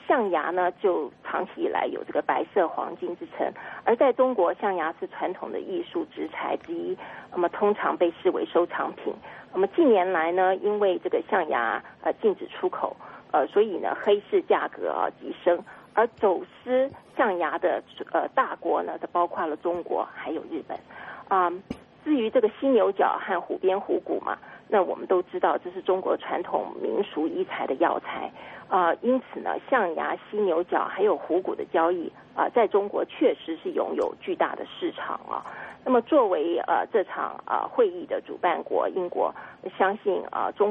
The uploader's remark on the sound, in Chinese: 电话连线